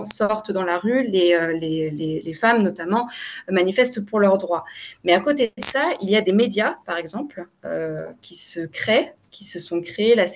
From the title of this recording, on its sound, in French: Replay | Webinaire